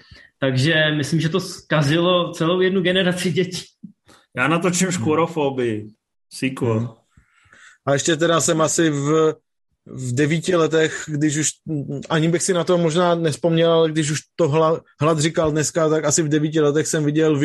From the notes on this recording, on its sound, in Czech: Jsme zpátky na Zoomu